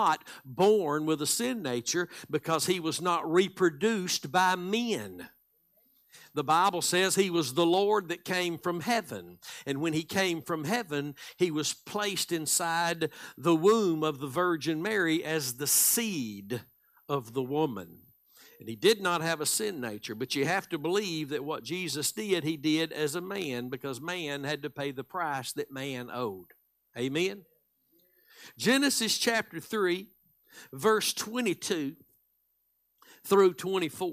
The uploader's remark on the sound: Live Sunday Morning Service